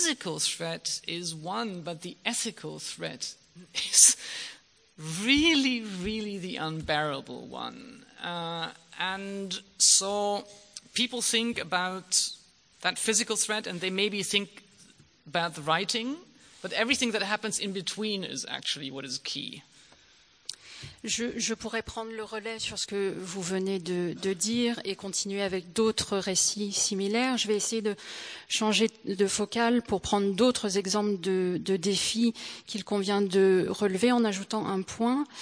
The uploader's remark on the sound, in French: au Théâtre de Mâcon